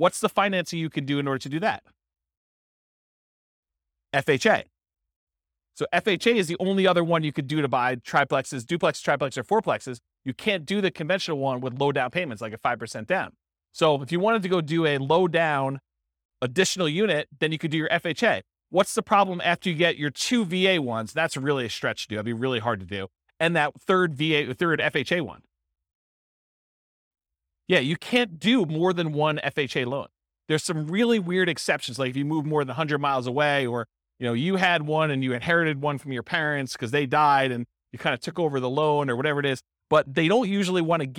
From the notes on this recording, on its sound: This was a live class recorded.